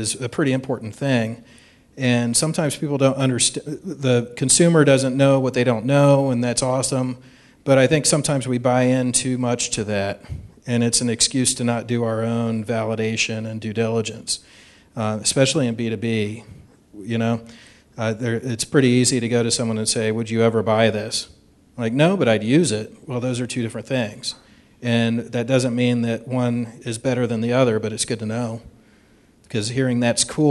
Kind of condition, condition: setting, live audience